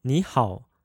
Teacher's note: they used the shortened third tone in continuous speech rather than the isolated falling and rising third tone. Both would have been correct in a situation like this, but you probably will notice that the Chinese will tend to shorten the third tone in continuous speech quite often.